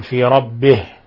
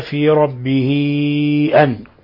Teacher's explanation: صلة كبرى تعامل معاملة المد المنفصل، فتمد أربع إلى خمس حركات، لأننا وصلنا الياء بهمزة بعدها · Shown in: second take · Term: مد صلة كبرى